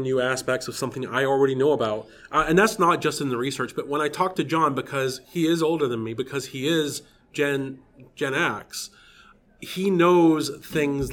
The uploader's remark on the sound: Live from Forest City Comic Con! Coming to you live from Forest City Comicon in London Ontario!